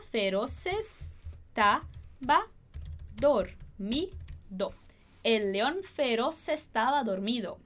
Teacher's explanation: Feroz estava. A gente junta o Z de feroz com o E de estava. Então fica feroz estava dormido.